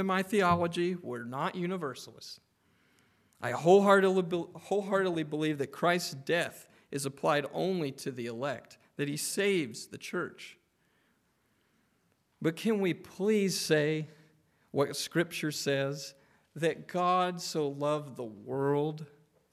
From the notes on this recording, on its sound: Preached on February 18, 2024 at Trinity Presbyterian Church